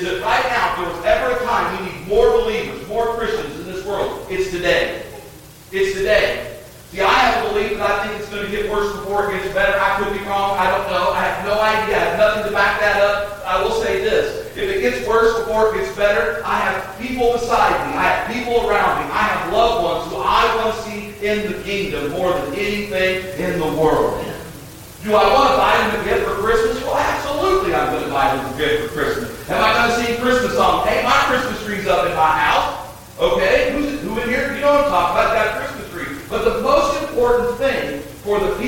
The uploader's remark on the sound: Audio quality not the best.